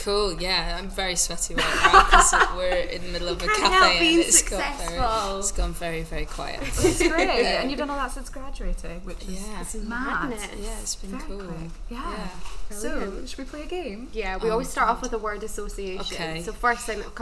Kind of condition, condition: fault, background noise